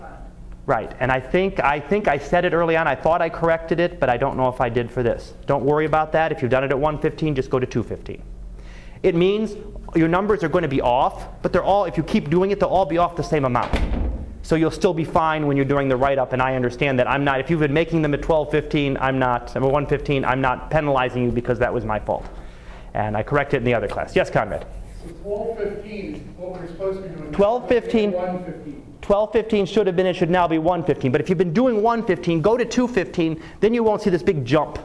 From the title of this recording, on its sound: Live Class Lecture